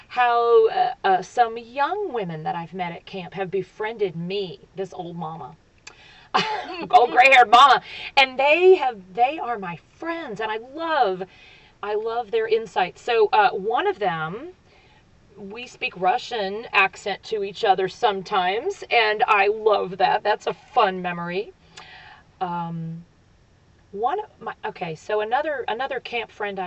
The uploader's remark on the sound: Enjoy a chat with her friends at summer camp. This is the first of four episodes recorded in the outdoors of their favorite camp.